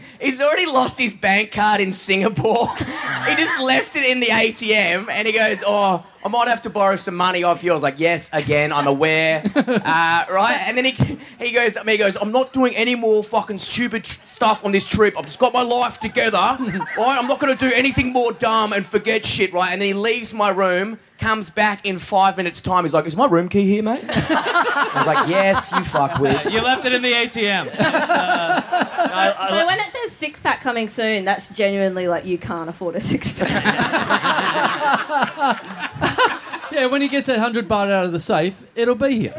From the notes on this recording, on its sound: We are live from the 2018 Koh Samui International Podcast Festival, talking shit on the beach in front of an audience of over two hundred people who've come on this insane trip with us!